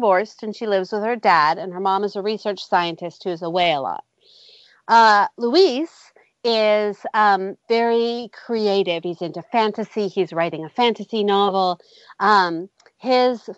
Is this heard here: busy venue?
no